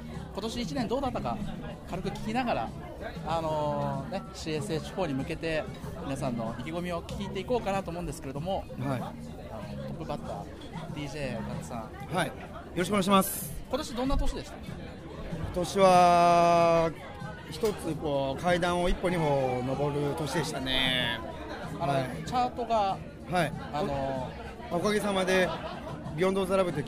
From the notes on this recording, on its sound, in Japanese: 公開収録しています